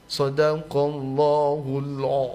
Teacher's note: yang terdengar bukan a tapi o. Sodaqallahul'a. · Term: fathah